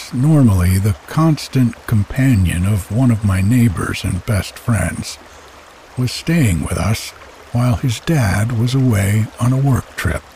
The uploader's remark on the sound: We’ll share the peace and quiet of a typical autumn morning here on the mountain with the sound of the creek in the background.